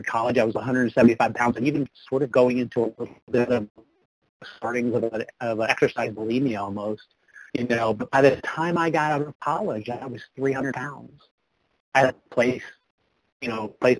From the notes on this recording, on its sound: 100 Pounders Phone Meeting